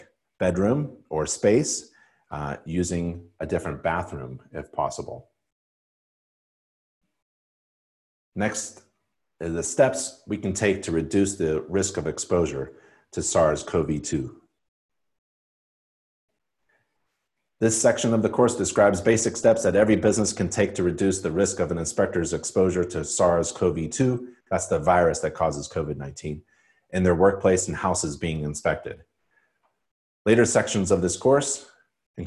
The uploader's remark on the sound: live InterNACHI webinar